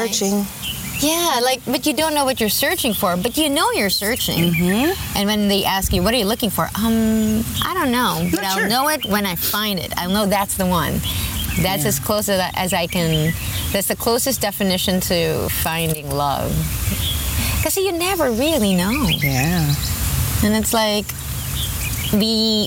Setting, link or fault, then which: setting, outdoors